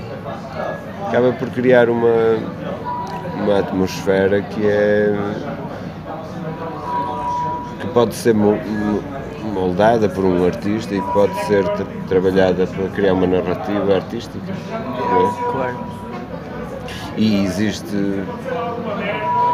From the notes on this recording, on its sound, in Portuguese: Entrevista gravada na "Matinoise" das Cantigas do Poço no Rockstar pub, em Braga.